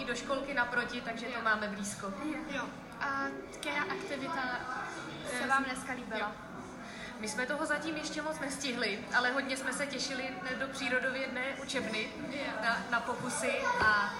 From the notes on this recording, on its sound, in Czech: live rozhovory s návštěvníky školy přímo v jejích prostorách